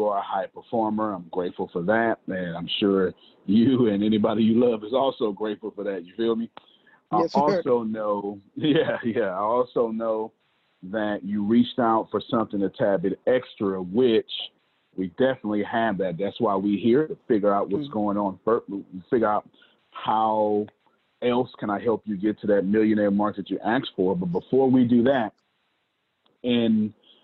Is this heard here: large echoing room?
no